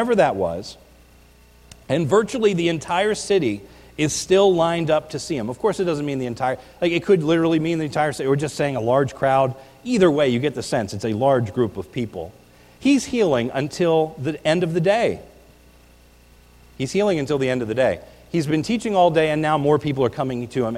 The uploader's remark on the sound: This is a recording of the New Year’s Eve Service at the Lebanon Bible Fellowship Church in Lebanon, PA on 1/31/19